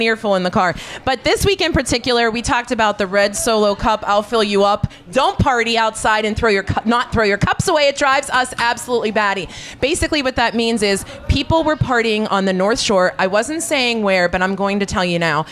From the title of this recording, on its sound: Steel City Talk at Steel Shaker at the Coraopolis Community Fall Fest